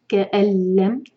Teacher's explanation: ادغام بغیر غنہ کا ہے نون نہیں پڑھیں گے كَأَلَّمْ يَغْنَوْ نَوْ مَدَلِين فِيهَا فِيهَا ہا پر اگر رکیں گے